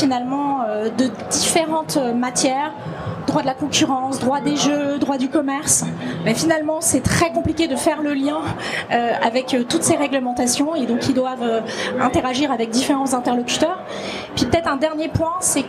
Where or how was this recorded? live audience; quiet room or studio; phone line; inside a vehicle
live audience